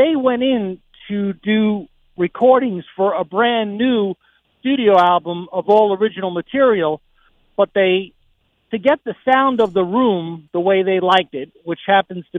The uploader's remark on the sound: GIVES US A CALL FROM LONDON